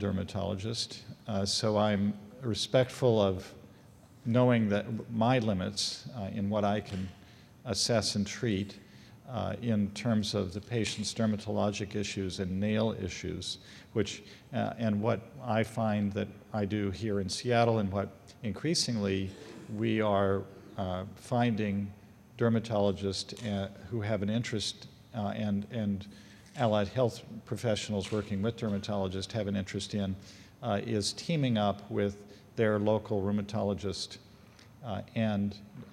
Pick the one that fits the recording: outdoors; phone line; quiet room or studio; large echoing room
large echoing room